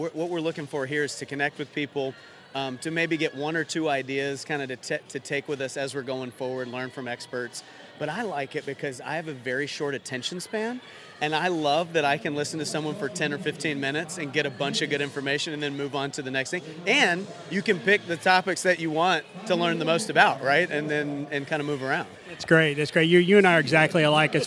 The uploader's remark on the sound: Carwash conference, an International Carwash Association (ICA) event. Conducts brief interviews on the show floor.